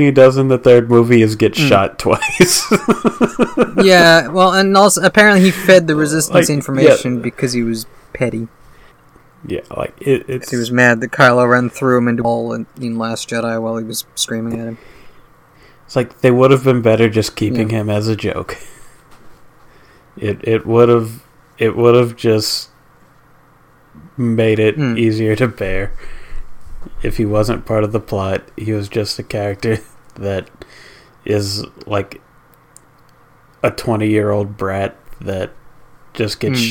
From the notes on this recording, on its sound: With apologies for the audio quality; it was clipping worse than usual this time.